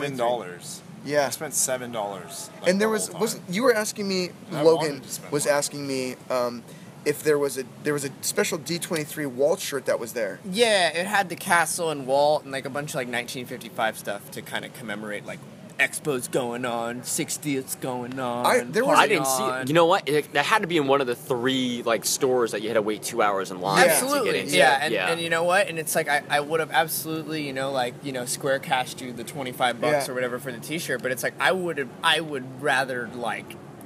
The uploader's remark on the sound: D23 Expo 2015 Super Show. On the Expo floor.